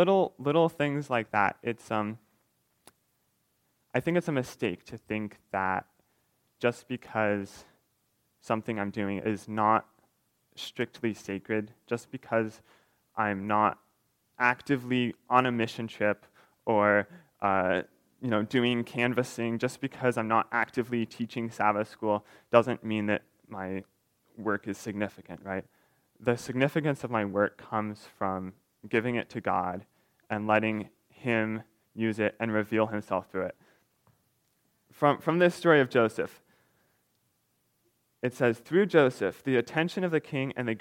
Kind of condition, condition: setting, large echoing room